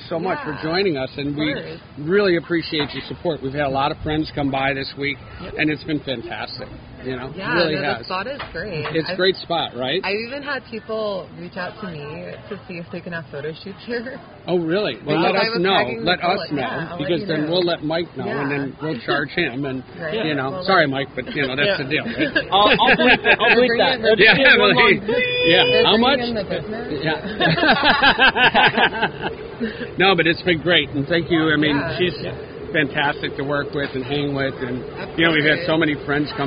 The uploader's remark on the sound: on location Lunetta All Day